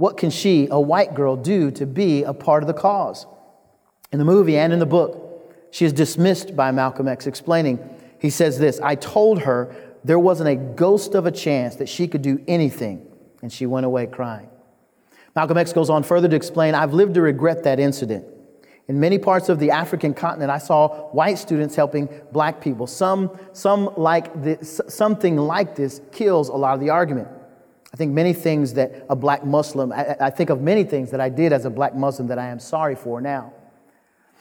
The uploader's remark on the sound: The Great Awokening Conference, Session 11